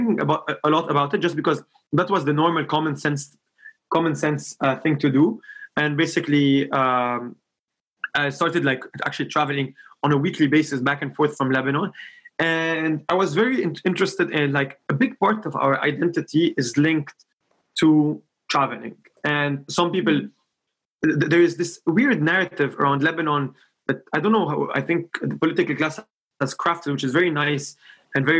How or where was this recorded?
video call